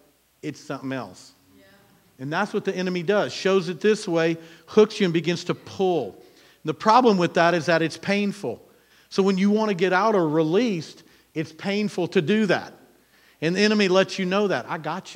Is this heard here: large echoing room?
yes